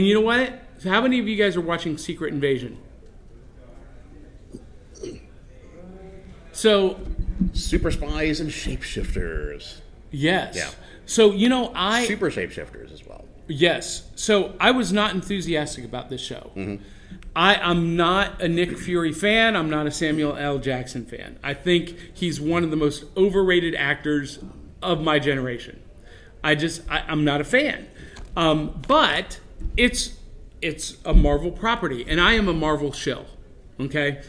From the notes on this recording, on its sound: live at Imaginarium